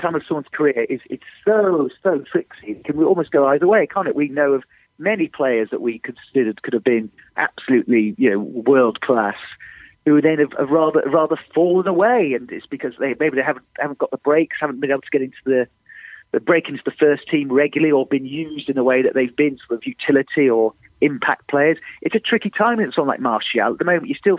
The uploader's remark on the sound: on the phone